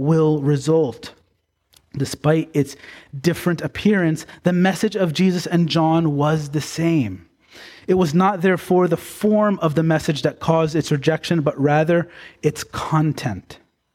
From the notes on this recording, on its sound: Preached on February 11, 2024, at Bethel Baptist Church in Gorham, NY.